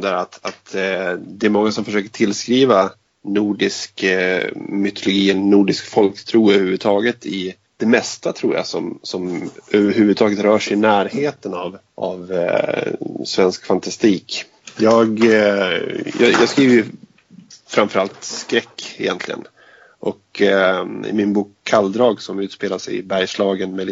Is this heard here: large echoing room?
no